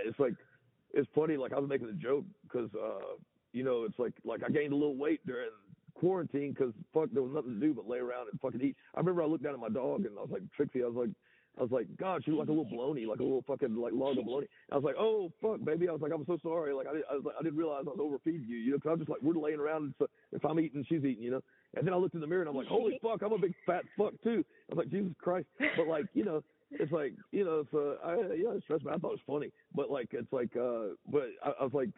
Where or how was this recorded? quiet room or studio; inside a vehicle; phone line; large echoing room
phone line